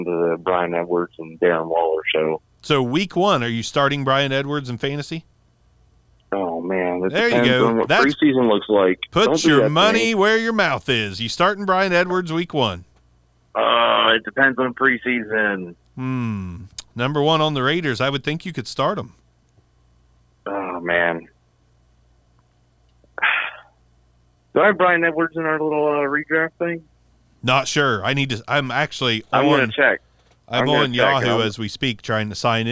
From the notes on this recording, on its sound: LIVE CALL IN SHOW. Went live, took some calls.